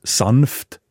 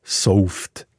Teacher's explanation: In vielen schweizerdeutschen Dialekten ist das N vor F S oder Sch verschwunden · Shown in: second take · und so hat es eben auch sanft, soft gegeben.